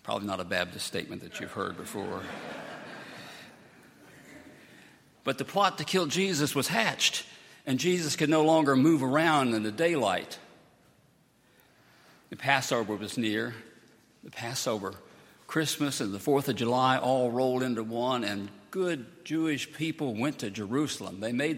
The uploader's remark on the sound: at Highland Baptist Church.